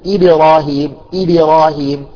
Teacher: الباء يميلون إليها إلى الكسر · Term: كسر الحرف القلقلة